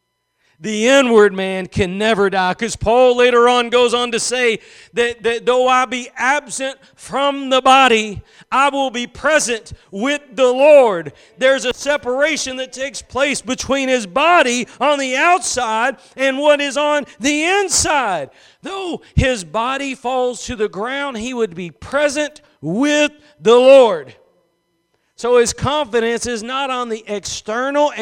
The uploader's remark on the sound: Preached at Gospel Lighthouse in Bossier City, La.